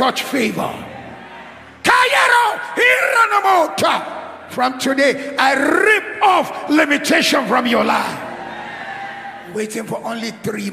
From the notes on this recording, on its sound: Kingdom Life 2023 World Conference Opening Service